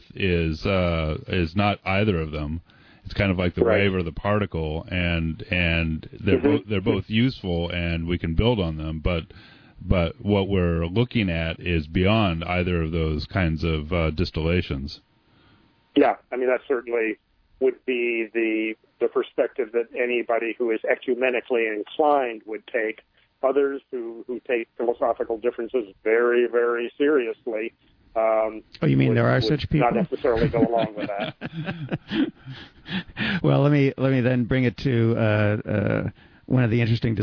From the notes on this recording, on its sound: speak by telephone